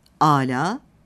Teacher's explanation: Bu sözcükteki ilk a sesi uzun, İkinci A sesi ise hem ince hem de uzun